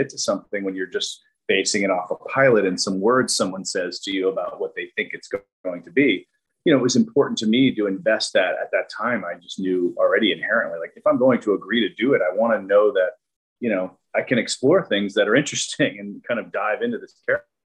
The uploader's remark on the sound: Shot via Zoom.